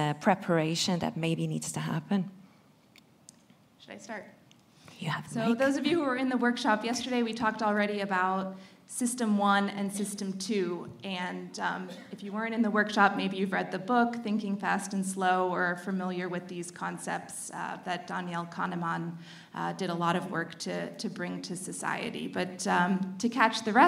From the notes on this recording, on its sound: Recorded at Productized Conference 2023. Roundtable discussion.